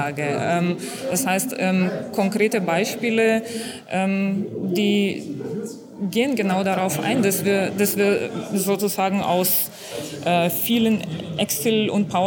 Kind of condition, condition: setting, busy venue